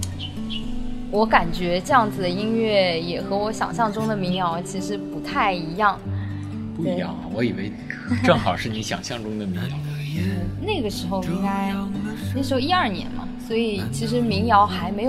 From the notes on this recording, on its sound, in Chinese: 这次的播客是在一见图书馆的露台录制的。我们刻意的没有抹去环境音的真实。听到那些沿街驶过的汽车，树上的鸟叫声，吹过露台的风，那些你不曾注意的声音。